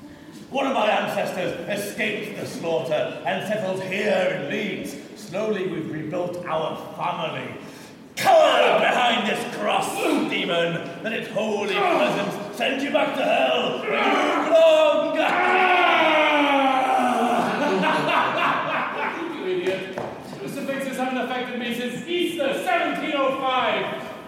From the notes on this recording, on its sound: I also (rather cheekily) include a recording from a visit to the Royal Armouries in Leeds. This is my personal Dungeon Mastering Diary and roughly recorded, badly edited, and very raw.